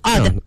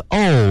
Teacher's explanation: 就特别短促有力 ODD、而那个呢是 OLD，这是一个双元音